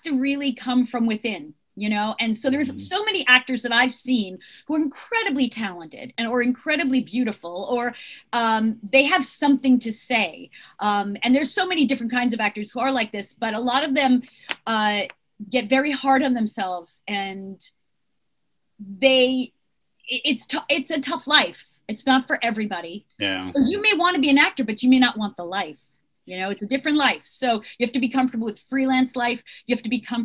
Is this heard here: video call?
yes